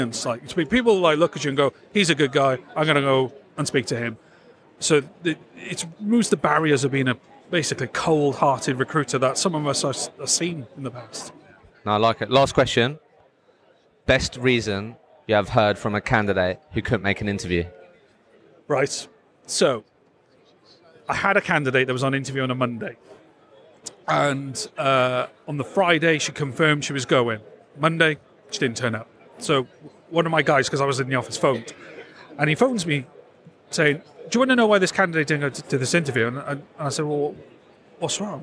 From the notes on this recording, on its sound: I recently attended the Recruitment Agency Expo in Birmingham, so I thought I would walk around with the microphone and record some podcast episodes